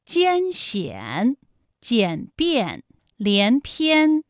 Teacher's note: 从前高不圆唇元音一开始，舌位向前低元音啊的方向滑降 · Term: 一安